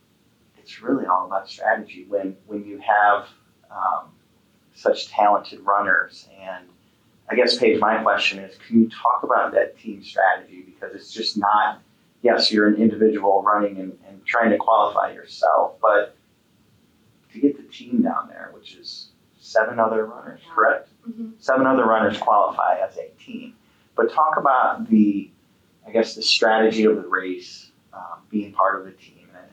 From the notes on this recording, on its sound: Apologies about the poor audio quality due to some technical difficulties.